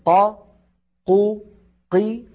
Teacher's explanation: والقاف من حروف أجد قطن بكت، يعني حرف شديد، يعني ينحبس الصوت عند النطق به، فزمن قا قو قي واحد.